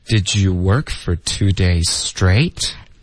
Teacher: 这个句子有两个重音，两个关键词。第一就是 work，第二个就是 straight。这两个呢，在疑问句中就会往上飘一点。